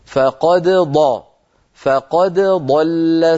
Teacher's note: الدال لا تدغم في الضاد على رواية حفص عن عاصم